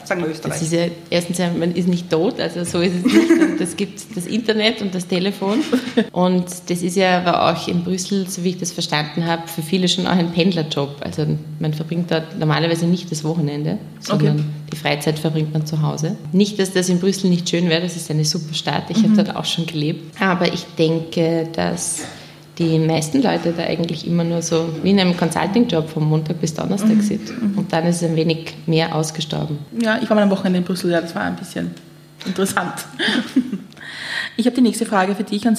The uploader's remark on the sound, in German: Die Aufnahme des Podcasts fand am 24.03.2019 im Ateliertheater als Live-Aufnahme statt.